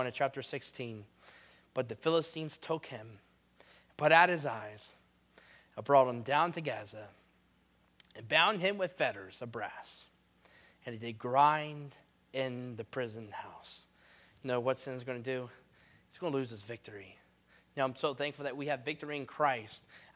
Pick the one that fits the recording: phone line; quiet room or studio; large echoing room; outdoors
large echoing room